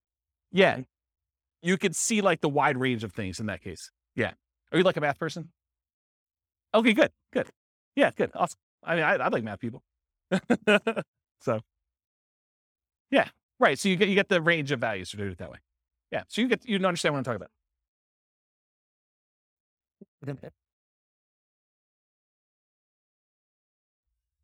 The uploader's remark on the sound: This was a live class recorded